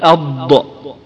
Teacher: الضاد تخرج إما من الحافة اليمنى أو من الحافة اليسرى والحافة اليسرى أيسر وأسهل والضاد تحتاج إلى تحقيق وتحرير وبعض الناس